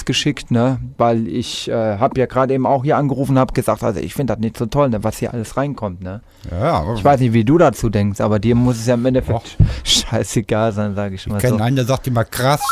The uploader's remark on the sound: Am Telefon - Die verrückte Call In Show.